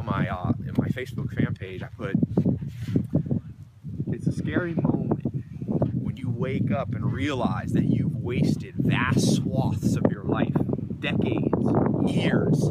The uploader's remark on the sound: recorded a video for you out in the snow by the chickens and pigs